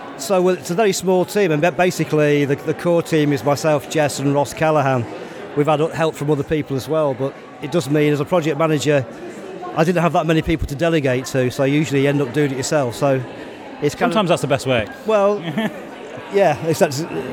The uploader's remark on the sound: Mic in-hand is here to speak to some of those artists. There are hundreds of displays exhibited throughout Shrewsbury. Good thing I had the trusty mic to remind me about what was said.